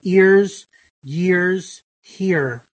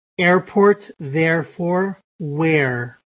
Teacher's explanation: They're going to simply be monophthongs with an R.